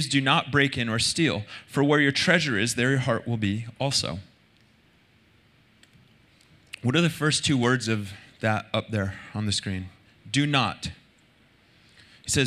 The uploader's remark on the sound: Recorded Sunday Night Service at Reunion Hawaii